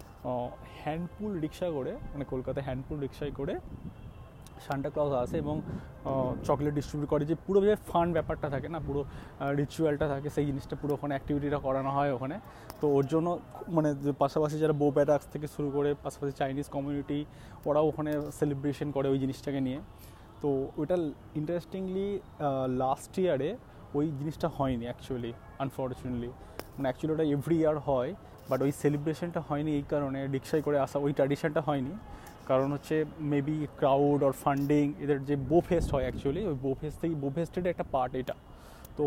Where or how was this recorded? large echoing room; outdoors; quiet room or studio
outdoors